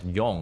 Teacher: The problem when we get a bit muffled or we have this kind of dull kind of quality is when there's nasality throughout, right? And excessive nasality, in fact, nasality across the entire word.